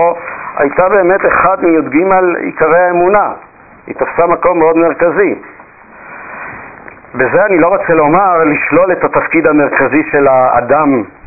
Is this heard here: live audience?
no